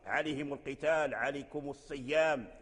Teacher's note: فالميم ساكن واللام ديال القتال ساكن، فهنا قالون ضم ميم الجمع اتفق مع ورش على ضمها